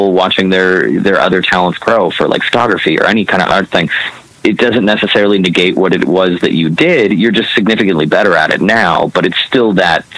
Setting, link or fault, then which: link, phone line